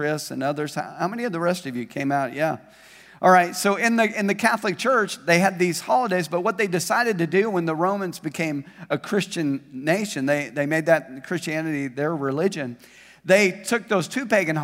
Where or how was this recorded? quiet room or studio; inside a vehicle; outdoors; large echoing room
large echoing room